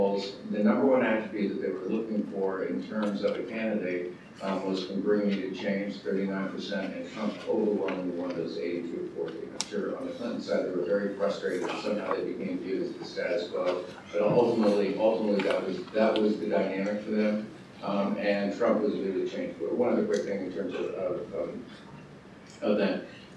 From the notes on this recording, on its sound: at The Ripon Society's Annual Senior Staff Symposium on Leadership at Mount Vernon